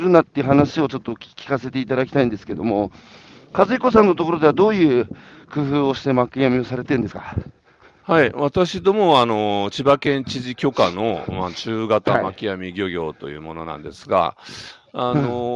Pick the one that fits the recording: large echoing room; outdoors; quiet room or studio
outdoors